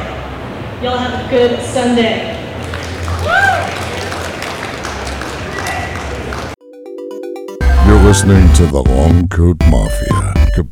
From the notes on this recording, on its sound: In this panel we got at Harrisburg Comic And Pop Con